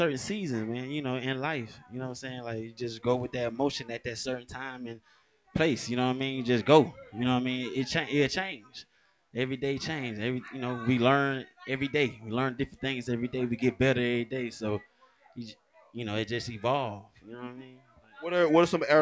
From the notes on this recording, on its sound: live at Bailey’s BBQ in Stone Mountain, GA